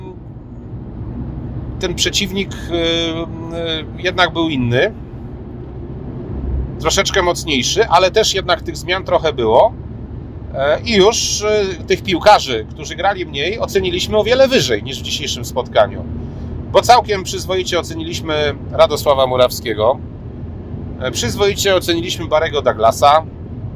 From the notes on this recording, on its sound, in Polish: nagranym w drodze powrotnej z meczu Unia Skierniewice - Lech Poznań